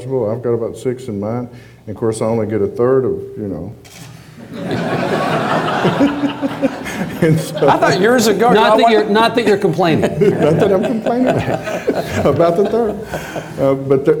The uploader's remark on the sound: This event was recorded before a live audience in Austin. TribLives feature moderated discussion with our honored guests followed by questions from the audience.